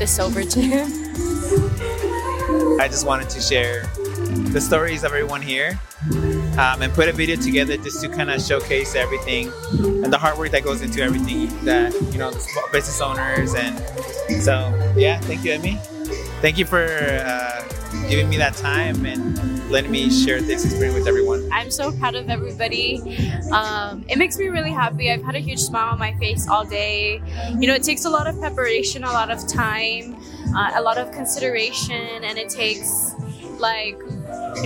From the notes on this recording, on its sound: Recorded with entrepreneurs at the All Day Market.